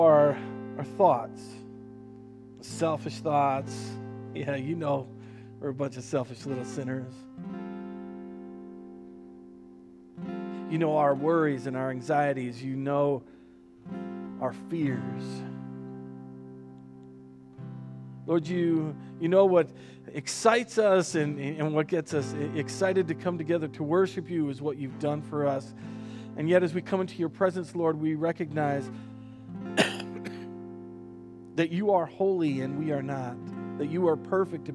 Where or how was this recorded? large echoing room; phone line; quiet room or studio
large echoing room